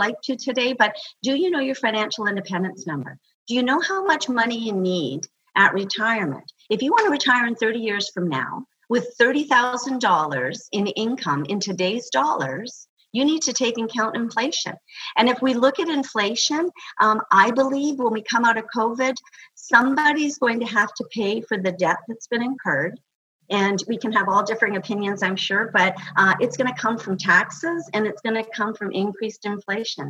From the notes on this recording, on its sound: Recorded live via Zoom with the Gather Women community.